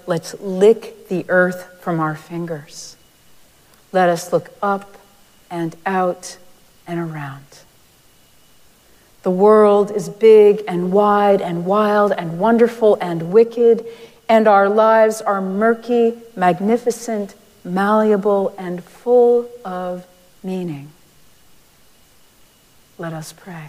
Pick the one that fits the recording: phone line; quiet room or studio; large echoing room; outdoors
large echoing room